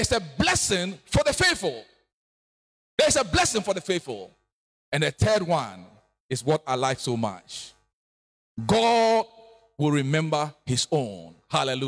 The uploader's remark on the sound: preached at New Covenant Baptist Church Sunday service